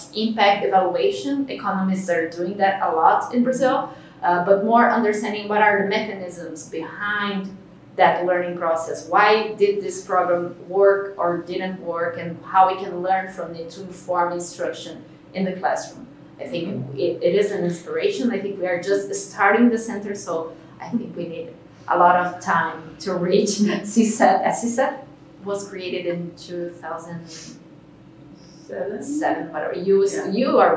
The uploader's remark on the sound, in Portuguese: Este episódio foi gravado em São Paulo/SP, no Instituto Singularidades, durante o "Seminário Internacional - Práticas Essenciais na Formação Docente", promovido, em parceria, pela ABMES, Instituto Península, ANEC e Profissão Docente.